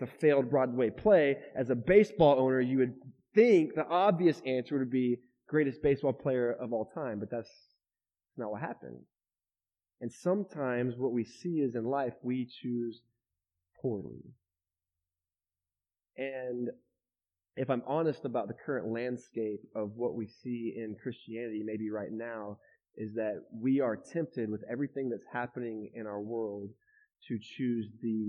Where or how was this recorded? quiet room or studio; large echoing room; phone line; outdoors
large echoing room